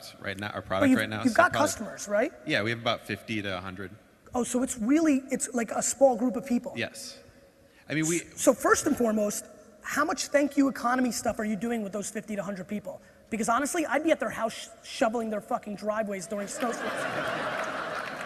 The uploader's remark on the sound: This keynote I gave at the INC 500 seminar